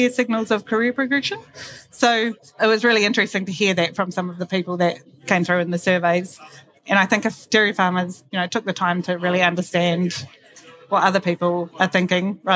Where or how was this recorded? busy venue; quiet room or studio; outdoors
busy venue